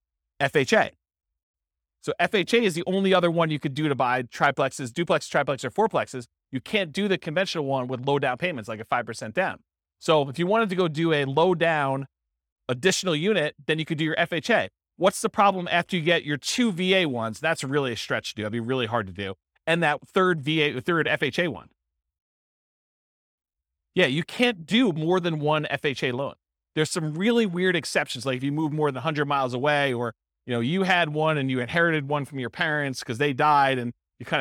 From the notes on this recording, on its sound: This was a live class recorded